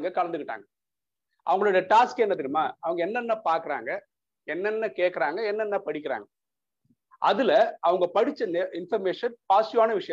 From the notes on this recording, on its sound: Speech at Saveeta Engg College via zoom.